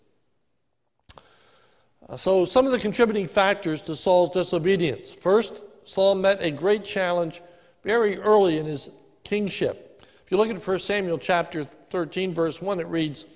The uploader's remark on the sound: This is a sermon recorded live at the Lebanon Bible Fellowship Church in Lebanon, PA on 09/20/2020 during the morning worship service